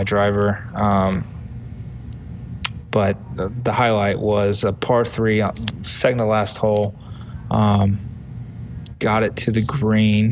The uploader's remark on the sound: Live from AAC Media Days. AAC Media Days in Newport, R.I.